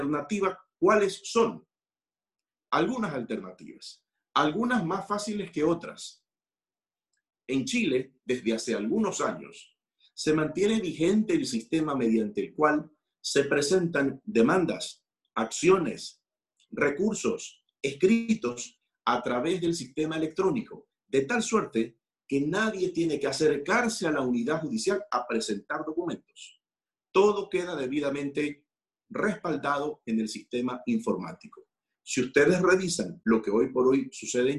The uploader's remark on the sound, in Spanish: a través de la plataforma ZOOM